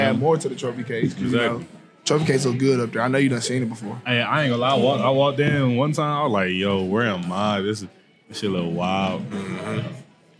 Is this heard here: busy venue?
yes